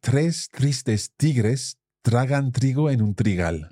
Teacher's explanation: Every one of those R's is that strong R sound, the same R sound that we hear with a double R